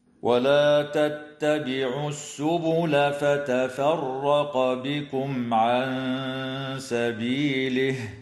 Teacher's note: مفتوحة، وتظهر الميم الساكنة عند العين في قوله تعالى بكم عن، وتخفى النون الساكنة عند السين مع الغنة المرققة في قوله تعالى عن سبيله · تفخم الراء في كلمة فتفرق لأنها مفتوحة